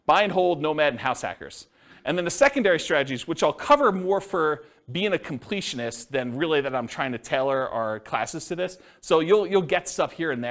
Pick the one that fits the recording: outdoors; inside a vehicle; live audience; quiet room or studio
live audience